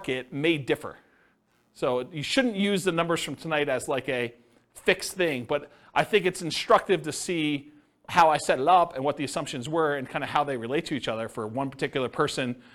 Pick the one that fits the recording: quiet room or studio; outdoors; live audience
live audience